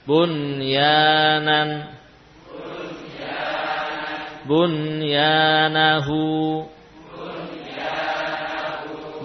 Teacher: Kenapa dibaca dengan jelas idhar? Karena nun sukun dan ya, yakni tersambung dalam kalimah · Term: idhar mutlak